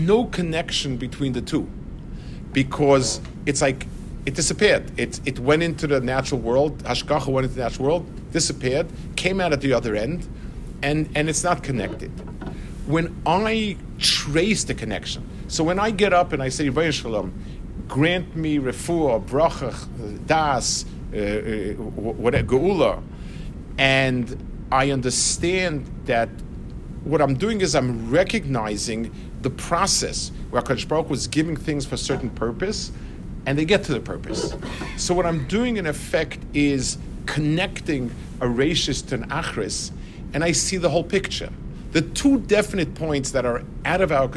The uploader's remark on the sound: This shiur was given Friday afternoon of the Eshel Shabbaton. In LaKota Oaks, Norwalk, CT.